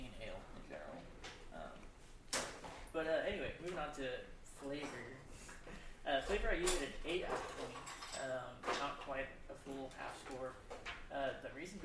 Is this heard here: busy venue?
yes